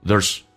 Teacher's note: There's 在慢速的时候，它可以说成 there's，加速的时候可以把那个 a 去掉，变成 there's，而且这个 z 在不连音的时候，可以发成一个短促的 s 这个发音